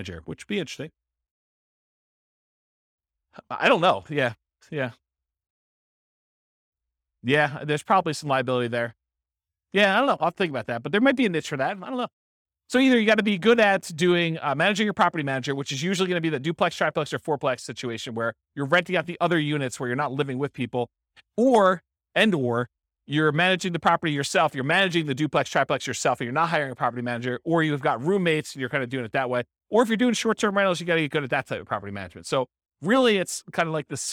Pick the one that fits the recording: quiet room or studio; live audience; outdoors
live audience